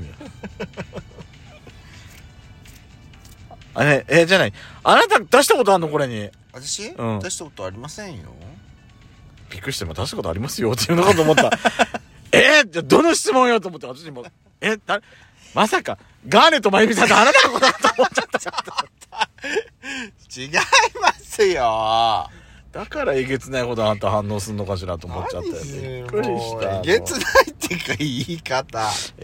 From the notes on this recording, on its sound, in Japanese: 2人組。パーキング収録。